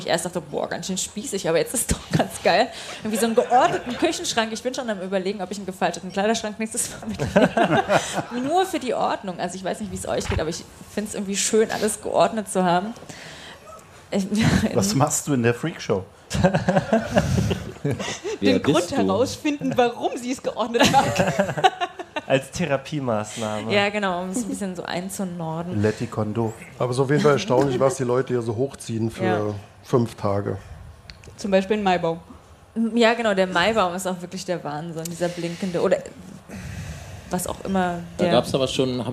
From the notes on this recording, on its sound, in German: Camp2019. Der Freak Show Podcast live on stage.